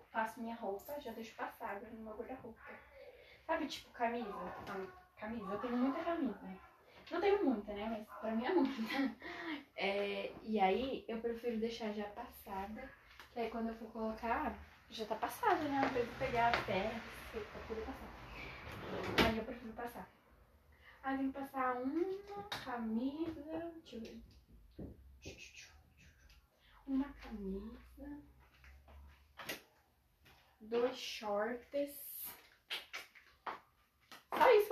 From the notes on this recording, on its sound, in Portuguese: Fiz esse ep de tarde. Desculpem pelos barulhos.